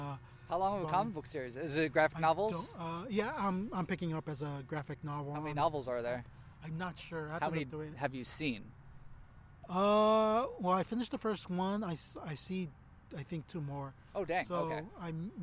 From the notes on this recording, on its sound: Recording in Park. We recorded this in a park in Long Beach to maintain social distracting.